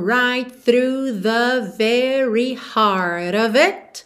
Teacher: você já junta o T de right no TH do through